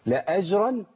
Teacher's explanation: جت لنا الجيم ساكنة تاني مقلقلة